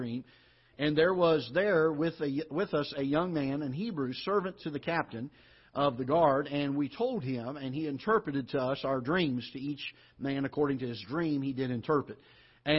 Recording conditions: large echoing room